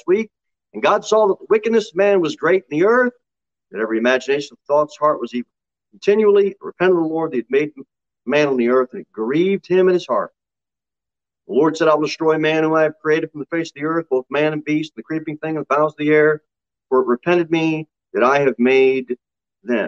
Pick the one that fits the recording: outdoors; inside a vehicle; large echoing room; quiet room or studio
large echoing room